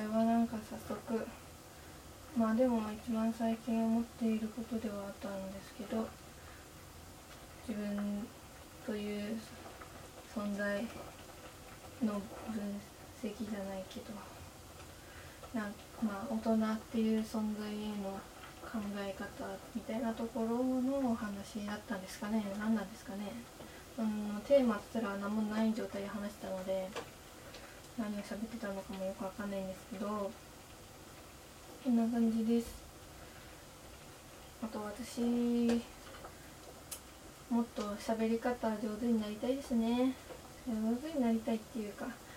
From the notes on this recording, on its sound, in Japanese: 鶏飯作りながら初回を録る。鶏飯という料理を作りながら録りましたが、初めての料理しながらのラジオ、いい感じの生活音かもですね。でも録ってる間にしてたのは丸鶏ガラスープを作るグツグツ音だけでしたが！